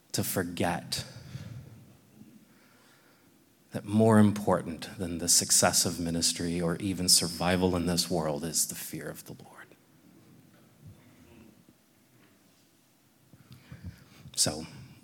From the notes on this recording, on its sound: This exposition was recorded at the Portland, OR 2023 Workshop